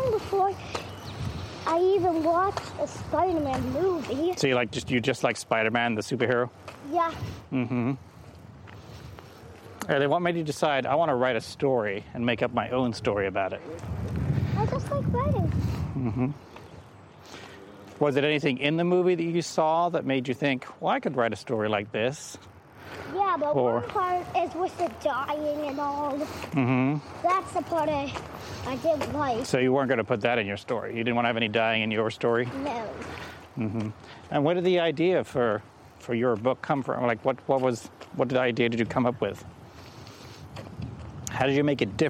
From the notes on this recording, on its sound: Apologies for the noisy traffic at times